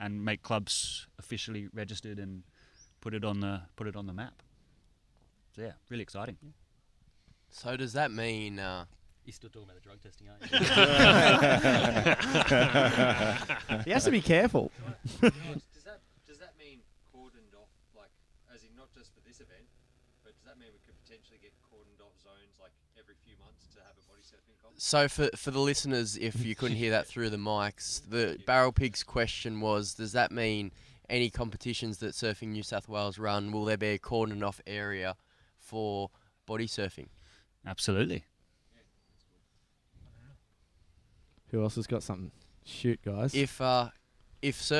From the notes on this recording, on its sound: The boys are coming to you live from Whomp Camp 2019 with a huge panel of special guests.